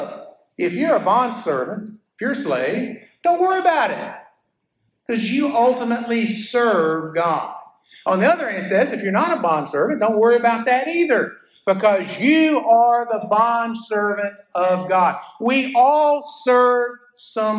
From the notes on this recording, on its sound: a sermon I preached at First Baptist Church Florala